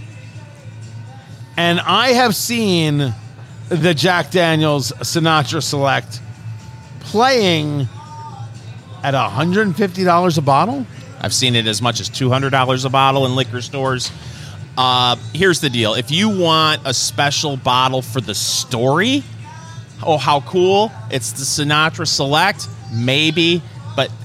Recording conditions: busy venue